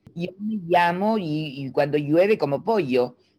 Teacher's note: Y en otros lugares se hace I, los cubanos la hacen I